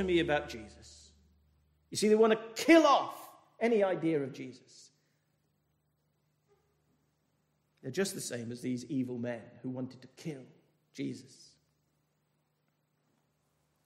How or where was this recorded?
large echoing room